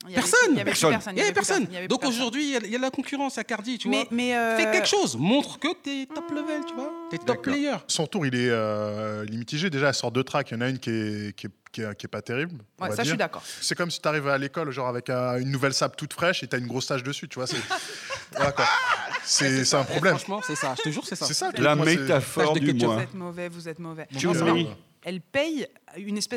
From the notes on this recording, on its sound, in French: Emission enregistrée en public à FGO-Barbara (Paris 18).